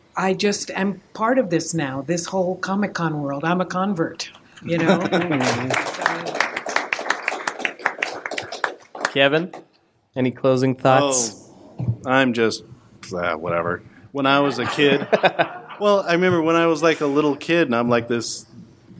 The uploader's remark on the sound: Live from Long Beach Comic Expo!